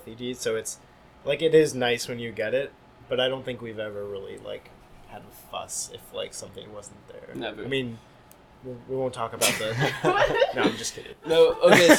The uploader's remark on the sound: Recorded May 4th at the Sinclair in Cambridge, MA.